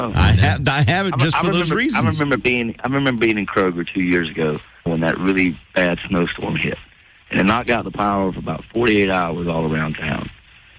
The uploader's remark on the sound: On The Phone